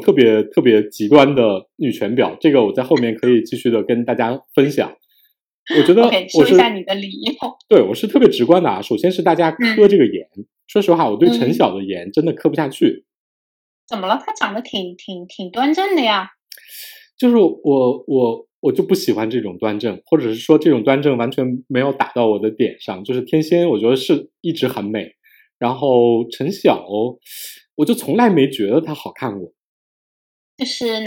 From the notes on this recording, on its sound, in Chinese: 对录音质量的抱歉